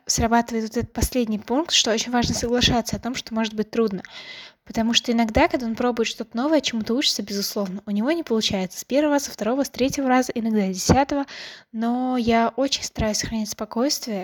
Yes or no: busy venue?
no